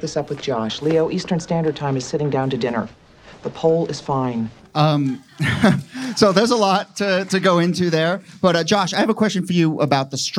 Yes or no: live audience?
yes